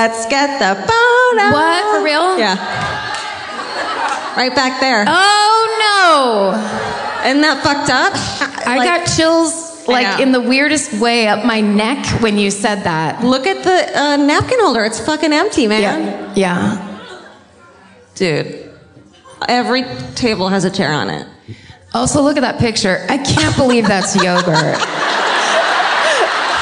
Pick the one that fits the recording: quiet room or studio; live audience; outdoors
live audience